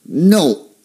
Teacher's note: The tone goes down strongly. It's almost like you are hitting the ceiling. · Term: fourth tone